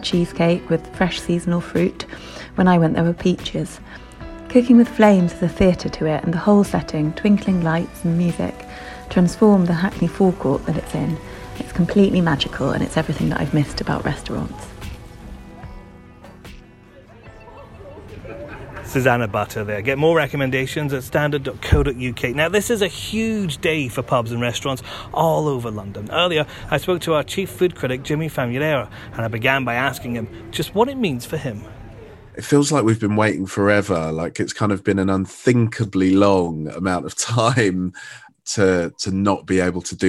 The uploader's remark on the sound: Recorded in the beer gardens of Walthamstow’s Orford Road.